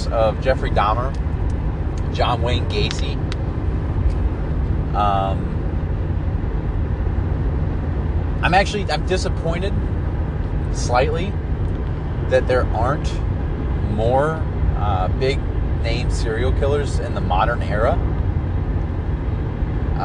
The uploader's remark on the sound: Recorded while stuck in traffic on I-75 going into Ohio from Michigan.